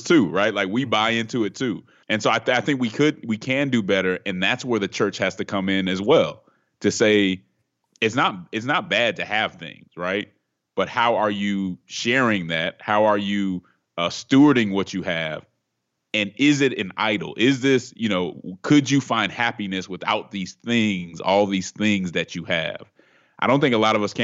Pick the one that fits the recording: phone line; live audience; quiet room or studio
quiet room or studio